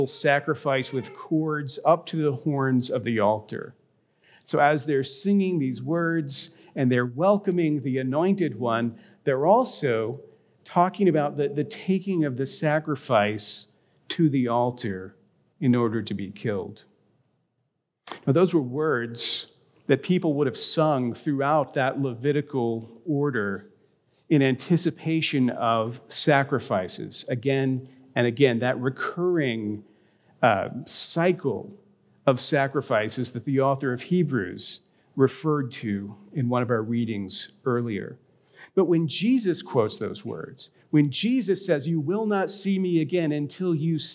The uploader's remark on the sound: A recording of his reflection from this week’s Ash Wednesday service at Grace.